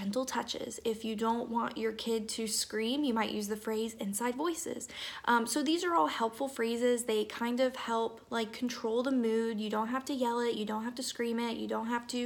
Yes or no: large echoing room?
no